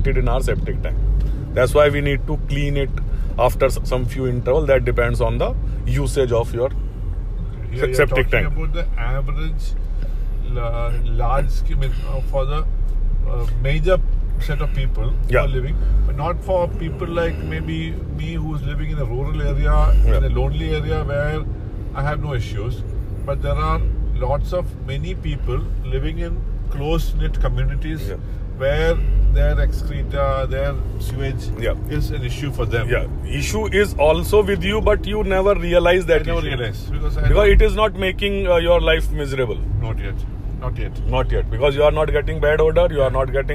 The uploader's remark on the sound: This conversation was recorded while we drove back after a demonstration at Coconut Lagoon, Kumarakom.